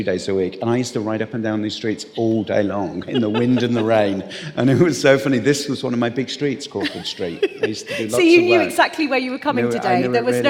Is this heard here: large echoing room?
yes